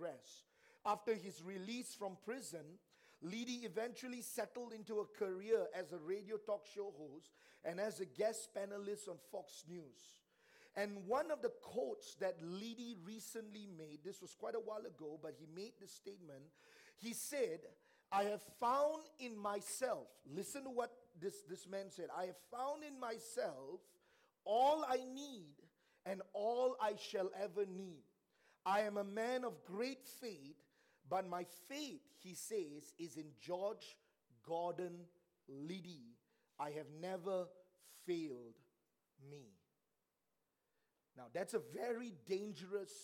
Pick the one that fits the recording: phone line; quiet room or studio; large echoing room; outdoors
large echoing room